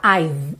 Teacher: o E do I've não aparece mesmo, tá? I've, você encerra o som no V.